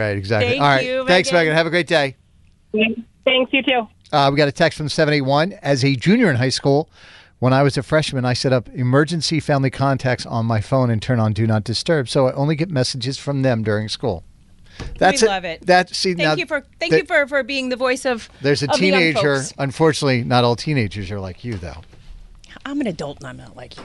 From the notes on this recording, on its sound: we took calls from teachers and parents